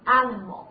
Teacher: 美式的发音呢，大家注意第二个音节，就是那个以 i 啊这个拼写的音节呢，它发的是一个弱化元音